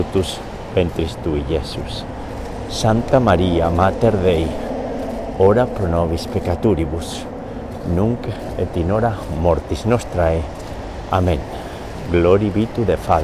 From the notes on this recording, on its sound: We pray today's Luminous Mysteries walking alongside the Charles River in Boston.